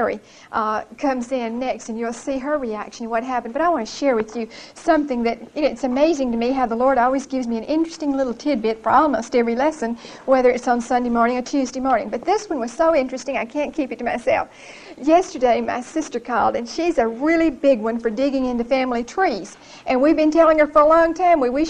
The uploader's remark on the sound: Recorded 9/9/1975 at Whitesburg Baptist Church.